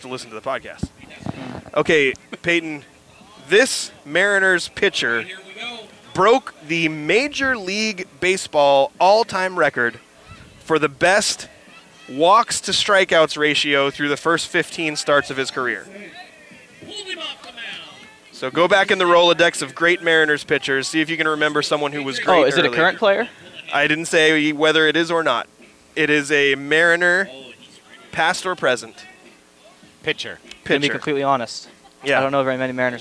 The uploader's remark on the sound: Recording Live at the Wiffle Ball Tourney. Set up a mobile recording studio at the 3rd Annual Young Life Wiffle Ball Tournament.